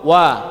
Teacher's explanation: semua huruf yang di fathah itu tidak monyong kecuali waw wa, itu monyong baru. Adapun yang lainnya enggak ada istilah monyong ya, fathah bukan monyong.